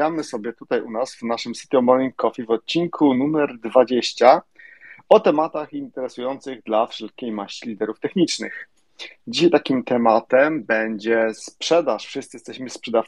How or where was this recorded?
video call